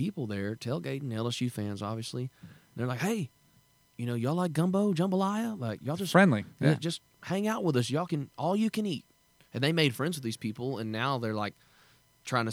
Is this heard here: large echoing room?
no